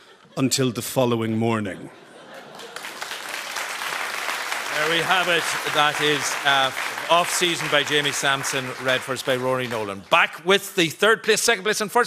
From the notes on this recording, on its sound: Live from the Pavilion Theatre in Dun Laoghaire